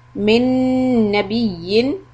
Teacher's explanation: we have idgham with gunna on mim shadda